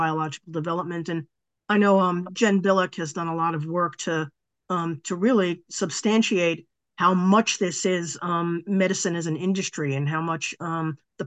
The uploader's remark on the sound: A live webinar on Sunday 28th Jan at 10am UK time.